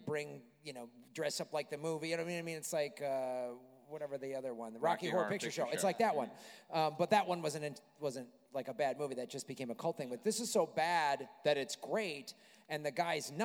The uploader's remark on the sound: Live From LA Podfest. Recorded in front of a live audience at the 2017 LA Podcast Festival.